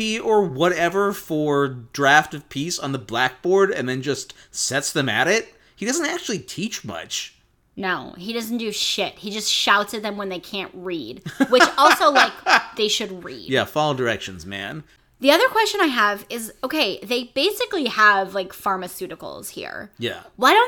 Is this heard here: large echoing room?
no